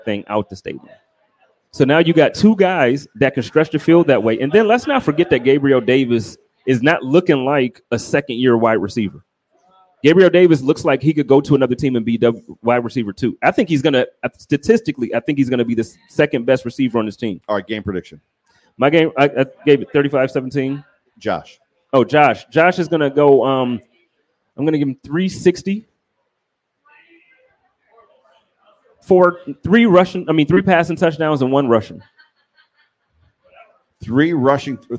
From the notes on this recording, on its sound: HUMP DAY HOTLINE | LIVE AT O'NEILL'S. The Guys are out and about all around Buffalo including do a LIVE broadcast from O'Neill's Stadium Inn right across from Highmark Stadium.